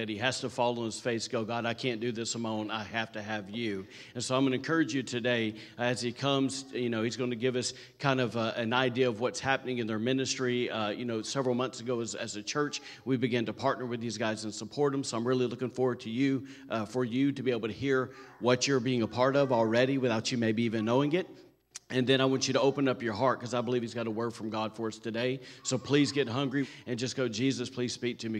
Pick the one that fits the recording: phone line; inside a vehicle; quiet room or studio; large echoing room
large echoing room